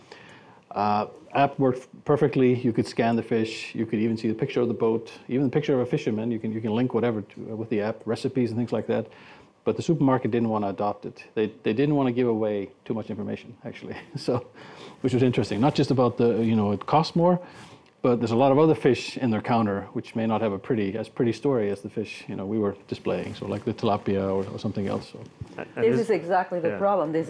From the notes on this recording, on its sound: This episode was recorded live at the YFood London Food Tech Week.